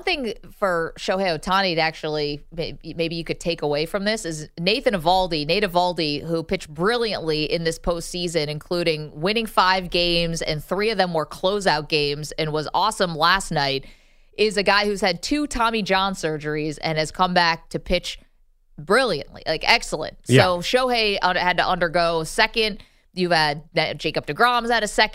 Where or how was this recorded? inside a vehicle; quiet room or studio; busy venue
quiet room or studio